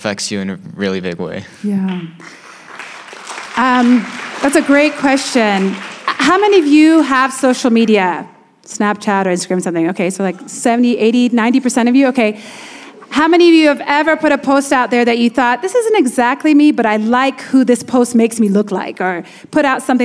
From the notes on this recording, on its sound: Live! Cross Cultural Kids. A live show from the International School of Kenya.